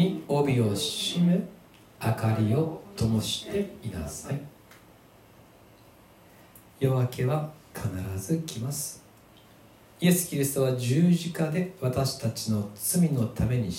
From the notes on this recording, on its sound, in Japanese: 2020/08/16吉備教会礼拝メッセージ録音